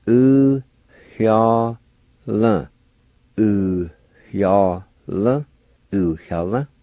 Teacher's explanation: there's a faint H sound again between the U and the Y at the very beginning of this word.